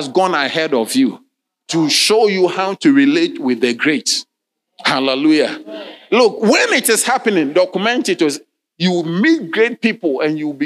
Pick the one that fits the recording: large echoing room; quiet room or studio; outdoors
large echoing room